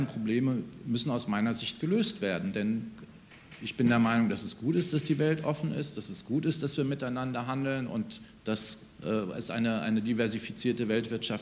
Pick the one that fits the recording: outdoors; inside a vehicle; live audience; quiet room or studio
live audience